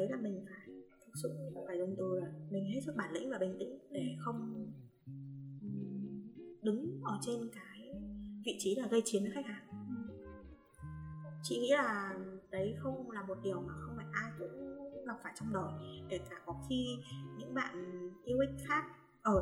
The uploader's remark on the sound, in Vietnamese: Chuyển Bánh sẽ cải thiện chất lượng âm thanh ở những tập sau! Rất xin lỗi các bạn nghe vì chất lượng âm ở những phút đầu chưa được hoàn hảo!